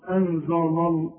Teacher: اللام هنا مرققه، اللام بتاع رب الجلاله هي المفخمه